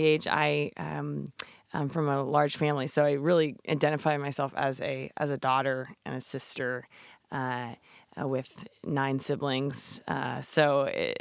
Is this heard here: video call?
no